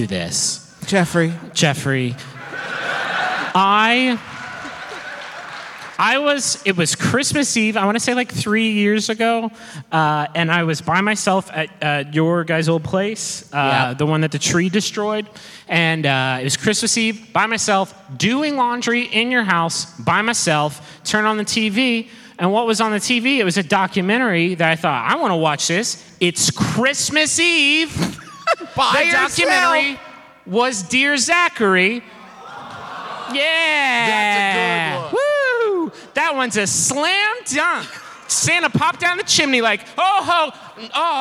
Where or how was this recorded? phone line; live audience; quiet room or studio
live audience